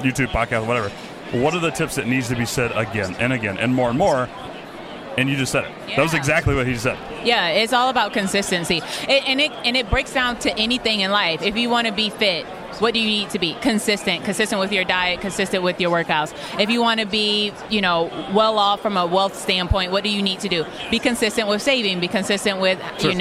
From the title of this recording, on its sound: live from FinCon 2017!